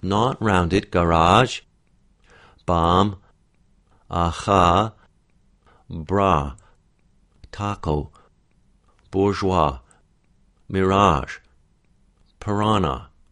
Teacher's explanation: So when it's spelt with the letter A, we're going to have this ah. It's a little bit further back than the ah sound we had in guarantee and bath and command. · Term: broad vowel ah